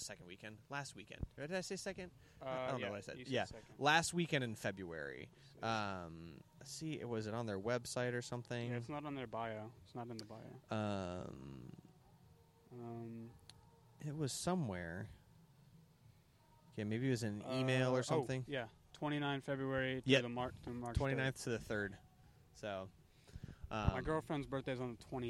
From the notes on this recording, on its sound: This episode was recorded at a "New event" I am trying to start. Call it an informal gathering of enthusiasts.